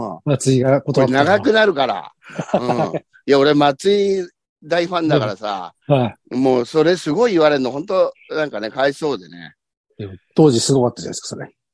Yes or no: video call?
yes